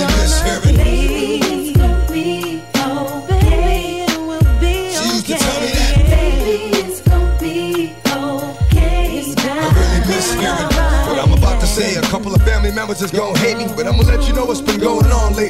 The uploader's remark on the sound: Live at Mhlambis